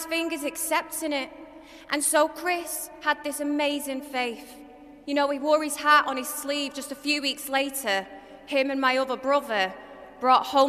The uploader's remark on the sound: This episode is a live-talk I gave at the Galway Cathedral Novena in March 2023